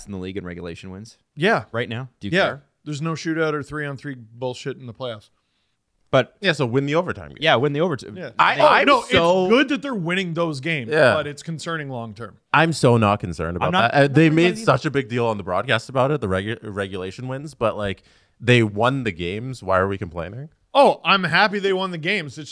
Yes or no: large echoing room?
no